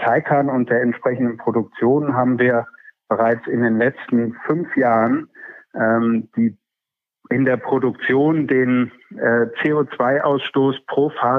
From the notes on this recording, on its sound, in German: Telefoninterview